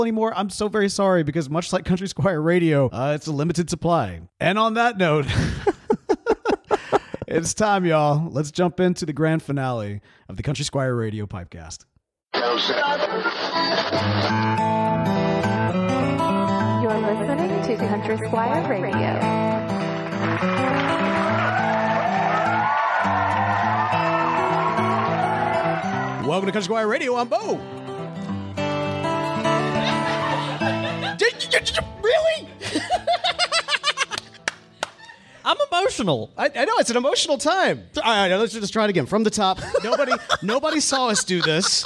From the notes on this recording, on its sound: In front of a live audiance at (or at least right next to...) the Country Squire in Jackson Mississippi! We were stunned by the amount of support we got and the overwhelming numbers of folks who showed up for this event.